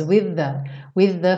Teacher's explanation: Eu tenho dois TH seguidos, então eu junto eles.